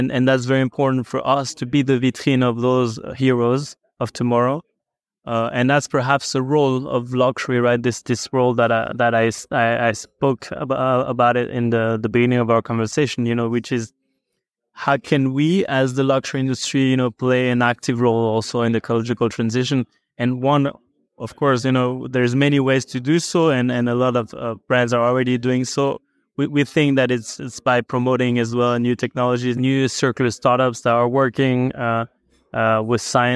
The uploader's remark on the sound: Live At Geneva Watch Days